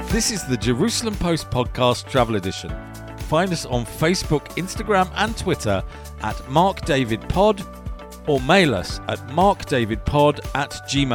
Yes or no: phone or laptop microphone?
no